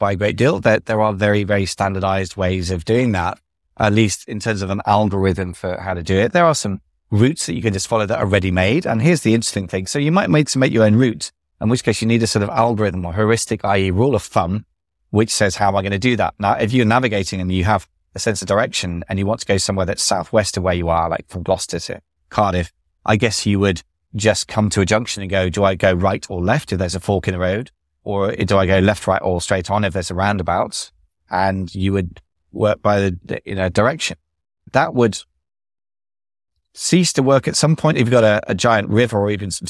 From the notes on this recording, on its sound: Today I'm in the car driving